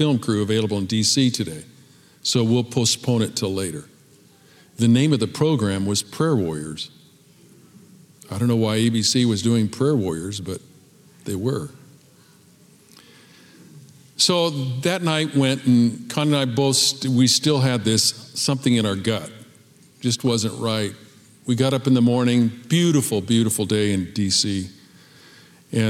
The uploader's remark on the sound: Recorded at Capital Church in Meridian, Idaho